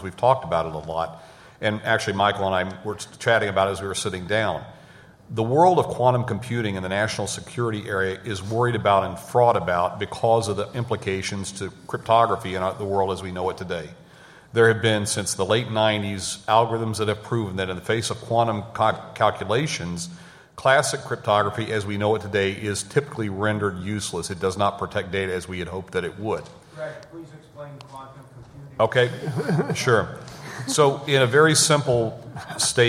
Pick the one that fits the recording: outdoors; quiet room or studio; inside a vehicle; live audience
live audience